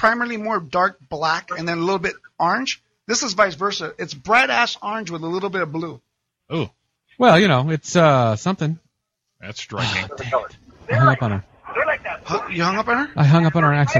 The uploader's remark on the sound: His fan base was evident by the callers that flooded the phone lines.